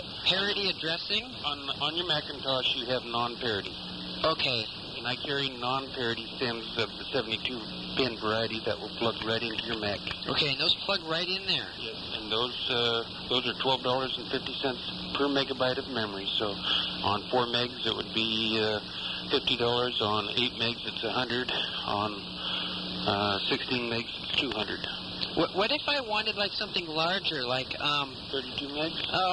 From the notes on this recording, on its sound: Prank Phone Calls